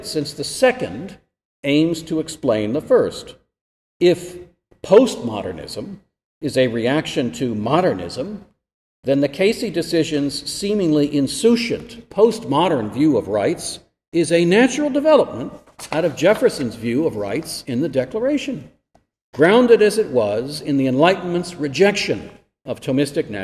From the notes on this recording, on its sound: This lecture was given at Florida State University on January 27, 2023.